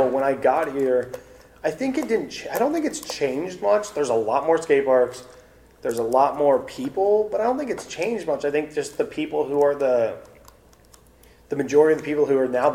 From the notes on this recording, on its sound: Our apologies for the random sonic boom noise throughout the conversation. Their conversation in Austin, Texas earlier this year.